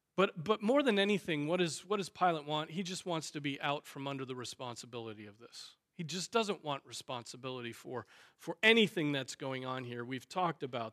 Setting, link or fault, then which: setting, large echoing room